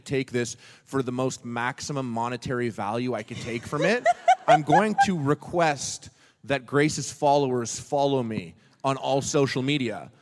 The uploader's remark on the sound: At Just for Laughs. Our first live episode!